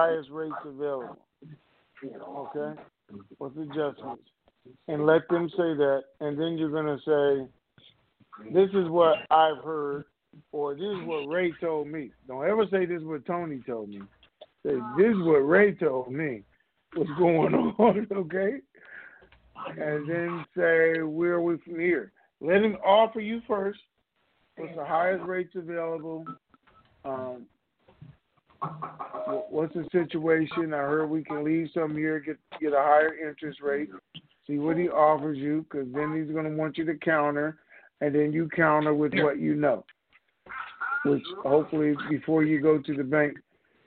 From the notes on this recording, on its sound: Conference Call - Friday, February 26, 2021